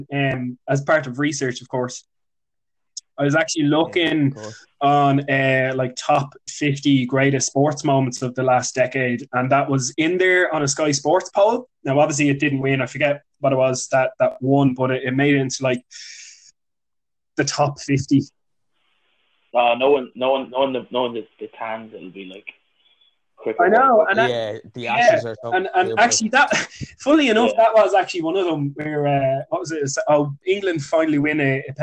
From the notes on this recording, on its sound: Apologies for some poor audio throughout owing to dropping signal during the call.